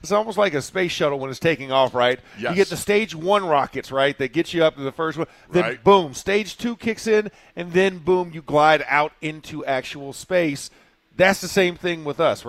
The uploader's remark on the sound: In the Locker Room Live from Steelers Camp Day 5